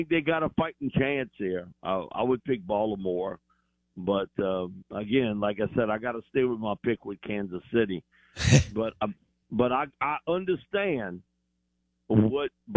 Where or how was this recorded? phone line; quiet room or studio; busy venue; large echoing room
phone line